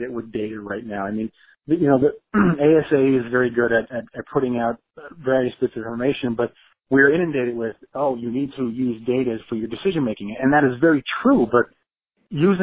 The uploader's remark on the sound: I spoke over the phone